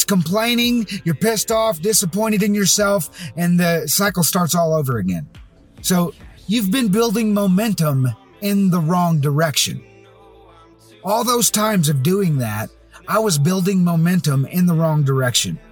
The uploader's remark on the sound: Most every episode has been created from my car using Adobe Audition.